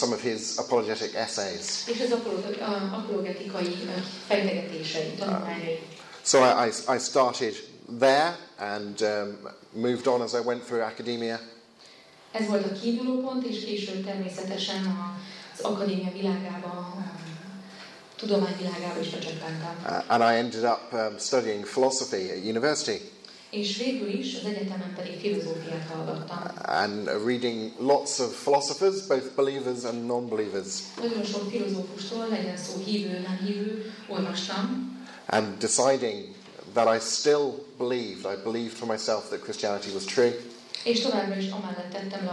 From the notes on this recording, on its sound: With Hungarian translation. Plenary lecture from the 2016 Hungarian Leadership Forum.